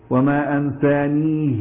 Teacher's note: قرأها ورش بكسر الهاء بدل الضم